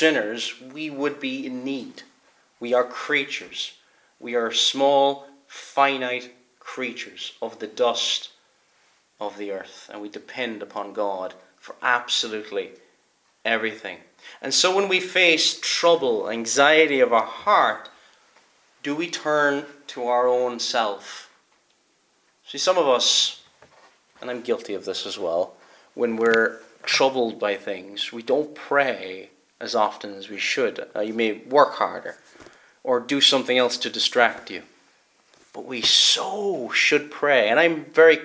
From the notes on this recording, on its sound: Preached at Kilmuir - Stenscholl -Staffin- Free Church -Continuing